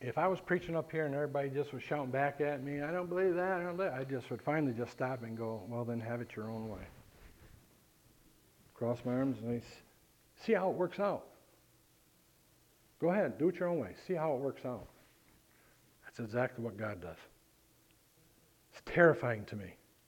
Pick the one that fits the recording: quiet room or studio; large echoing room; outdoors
large echoing room